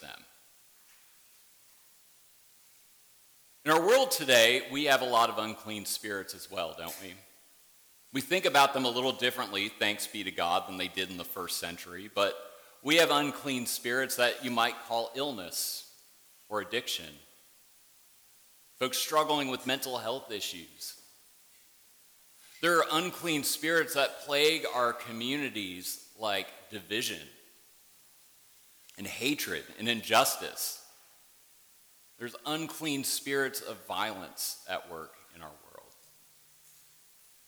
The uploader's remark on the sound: worship service at Warrenton Presbyterian Church